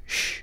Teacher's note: Think of it as a stretched S. The sound sh is made similar to s, with the tongue pointing toward the alveolar ridge, but with a slightly larger channel for the air to pass through. It should also be pulled back a bit further from the teeth than the S is.